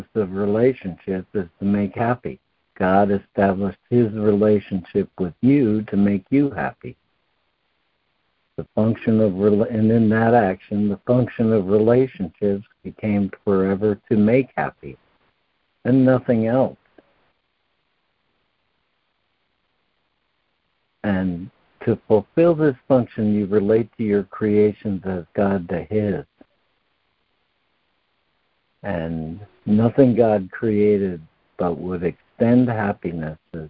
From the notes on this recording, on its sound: ACIM Daily Conference Call